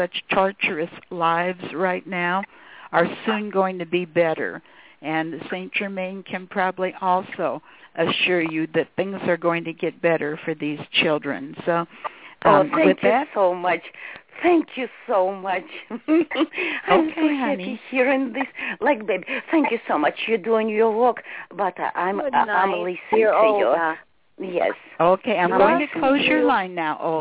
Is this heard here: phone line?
yes